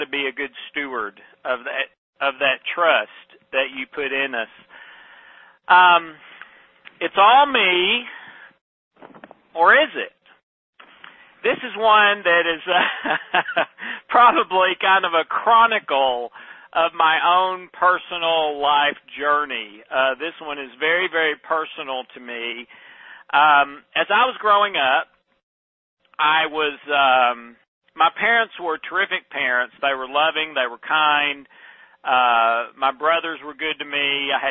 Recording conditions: phone line